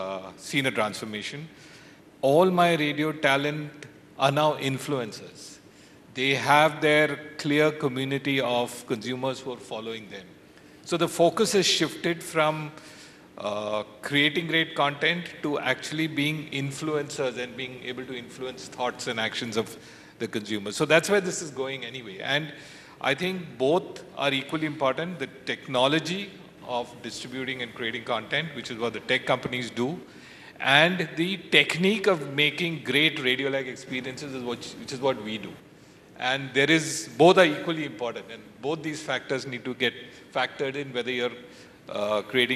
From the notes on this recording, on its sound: At this Radiodays Asia international conference on September 6. A panel of guest speakers.